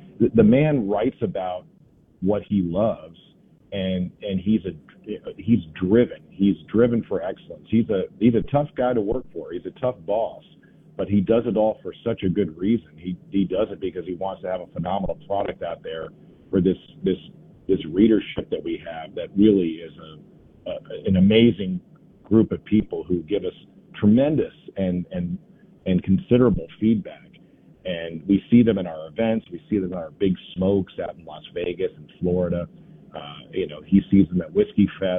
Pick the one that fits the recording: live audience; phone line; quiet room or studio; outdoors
phone line